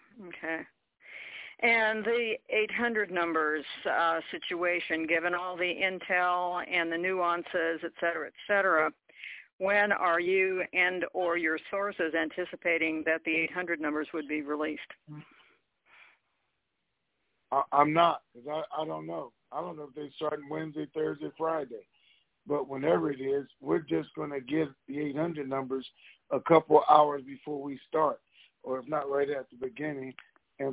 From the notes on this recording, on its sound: TNTSuperfantastic Conference Call